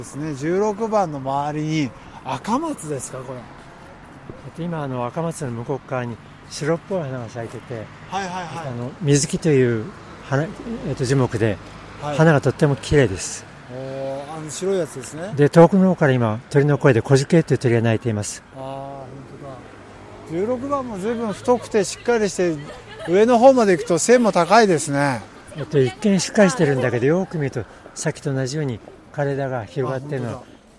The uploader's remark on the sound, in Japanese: くにたち大学通り、一橋大学の横からスタート